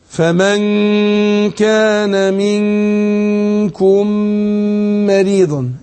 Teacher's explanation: إيه اللي حصل هنا أضغمنا الميم في الميم